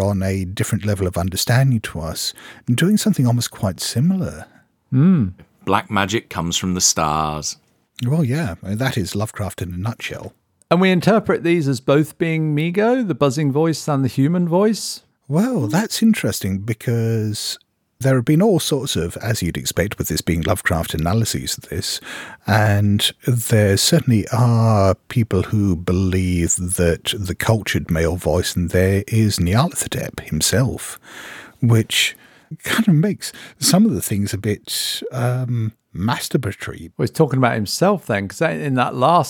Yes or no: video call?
no